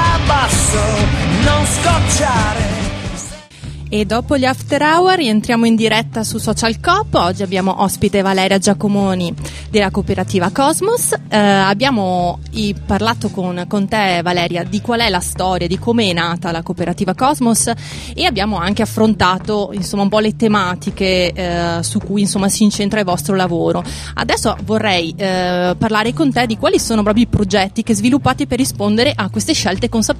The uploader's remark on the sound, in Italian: La trasmissione di Sanbaradio. In questa puntata speciale in esterna, in diretta da piazza Fiera in occasione del Festival dell'Economia.